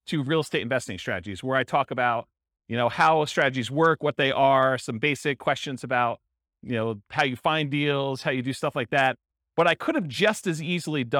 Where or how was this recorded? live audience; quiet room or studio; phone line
live audience